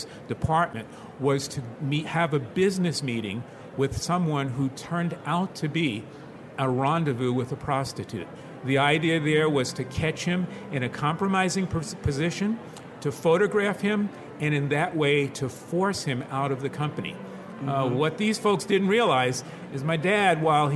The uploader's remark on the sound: This episode of Editors Unedited was recorded live on the ALA 2019 show floor.